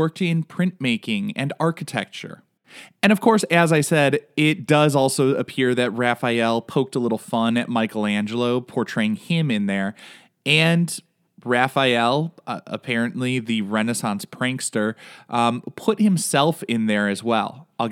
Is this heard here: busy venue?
no